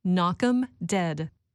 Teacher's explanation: But when saying this expression, we don't say them. We say the informal shortened form of the word, pronounced M. And we say it quickly, blending the words together, knock 'em dead.